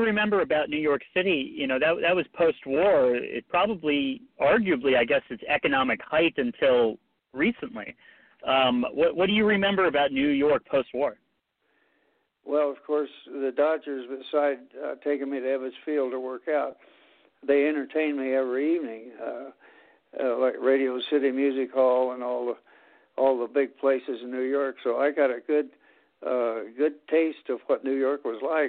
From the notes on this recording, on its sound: will call into the show